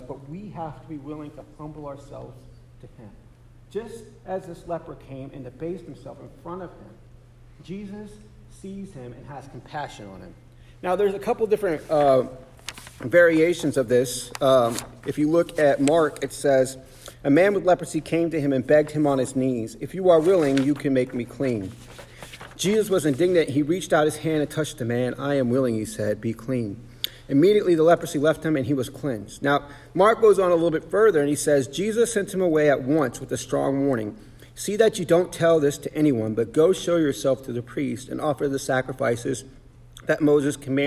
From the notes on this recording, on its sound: Sermon preached on January 7, 2024 at The Salvation Army Augusta Kroc